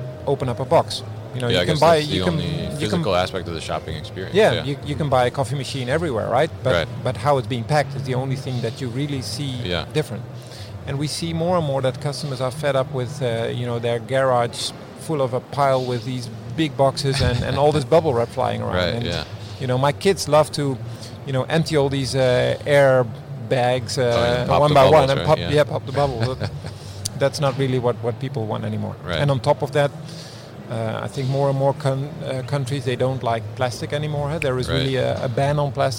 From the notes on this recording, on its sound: Quadient at MODEX 2020. This episode was recorded at MODEX 2020.